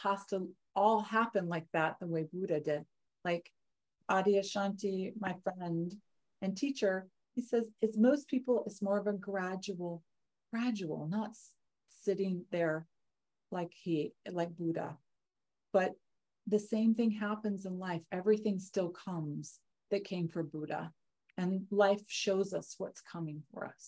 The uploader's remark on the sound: Live! The shows are now all hosted on Zoom.